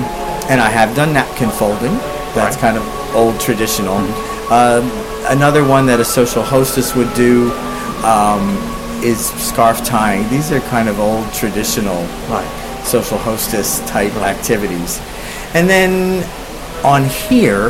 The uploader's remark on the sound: Recorded on-board Cunard Queen Mary 2